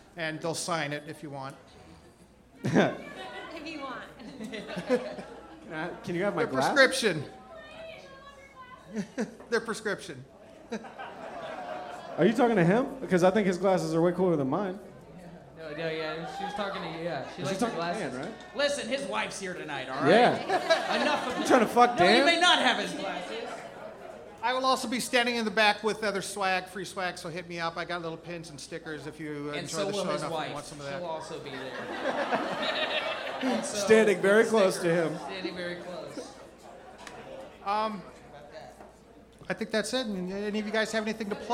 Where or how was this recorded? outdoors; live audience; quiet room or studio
live audience